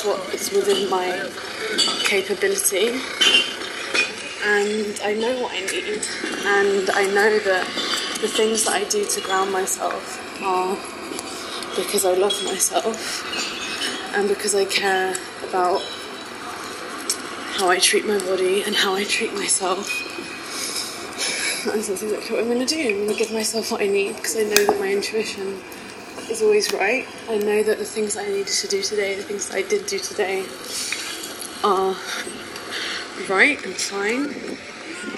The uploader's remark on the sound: This episode is incredibly impromptu and unfiltered; spontaneous by the very definition. I felt called to jump on to record; without a mic, in the middle of making dinner, energy all over the place in the most grounded way possible.